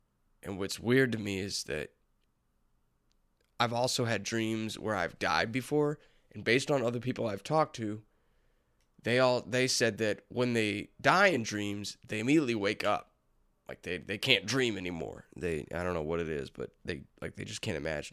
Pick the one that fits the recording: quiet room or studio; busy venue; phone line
quiet room or studio